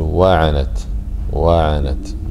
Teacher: وفي علم التجويد يسمونها علم النبر، يعني ينبغي أن ترتفع بصوتك في الواو بحيث أن يتميز الواو عن العين، فتقول واعنت واعنت، لا تقول واعنت كأنها كلمة واحدة.